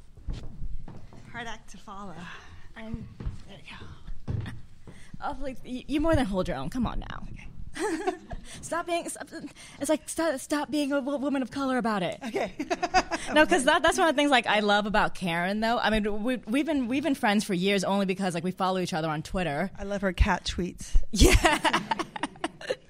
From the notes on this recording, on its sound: Offscript: Live! Live at the Lark.